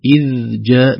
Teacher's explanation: ذا أنذرتكم ترقق النون المخفاه وترقق الذال، إذ جاءتهم إذ جاء، لاحظوا الذال من طرف اللسان، والجيم أيضا قريبة يعني من وسط اللسان، لكن قد تكون قريبة جدا من الذال، فنقول إذ جاء